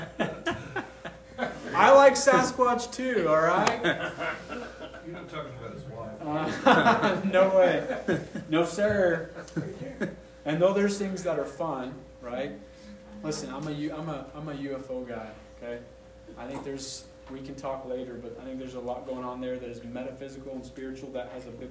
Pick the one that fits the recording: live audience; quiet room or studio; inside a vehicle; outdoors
live audience